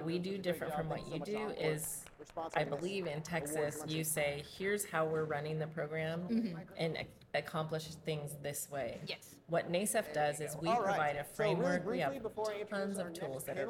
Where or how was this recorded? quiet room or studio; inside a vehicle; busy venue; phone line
busy venue